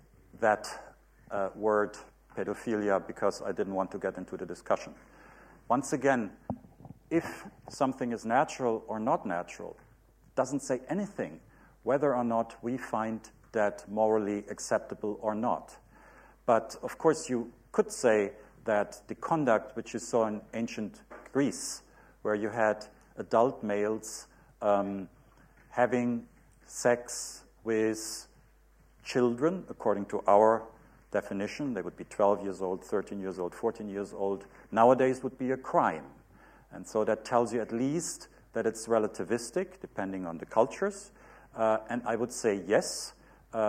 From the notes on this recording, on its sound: UCL Lunch Hour Lecture